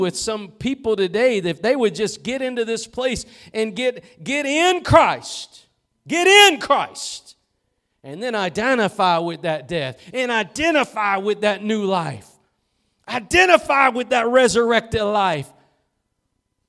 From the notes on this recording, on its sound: Preached at Gospel Lighthouse in Bossier City, La.